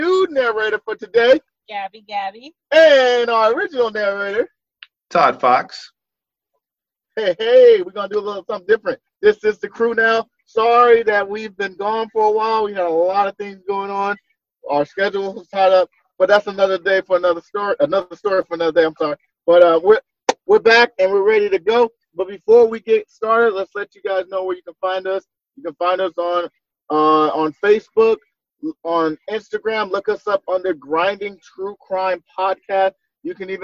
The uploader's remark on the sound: On this episode we are still doing the zoom so the audio is a 100%.